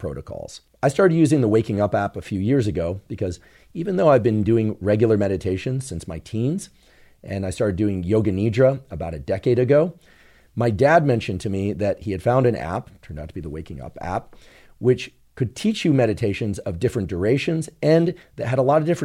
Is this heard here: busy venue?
no